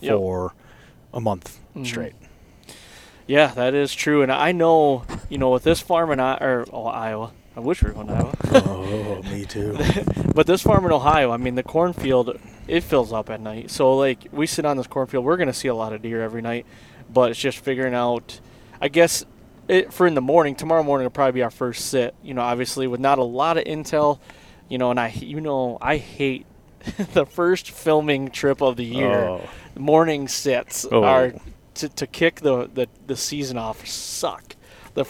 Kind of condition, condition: setting, inside a vehicle